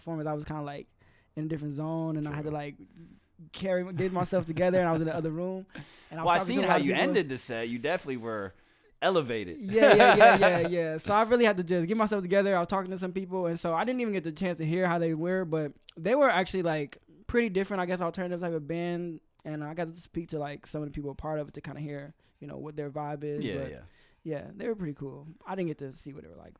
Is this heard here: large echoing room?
no